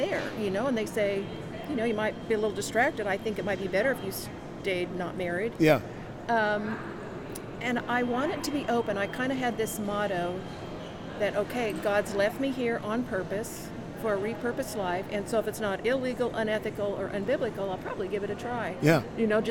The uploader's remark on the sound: LIVE from CPE 2022!